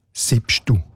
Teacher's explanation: Und der zweite Teil vom Wort ist dann auch noch abgeschwächt worden im Laufe der Jahrhunderte, so Siebstell. Und weil das L in dieser Gegend heutzutage vokalisiert wird, sagt man heute Siebstu.